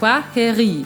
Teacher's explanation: Das I spricht man länger hinten und das KW vorne wie ein Qua.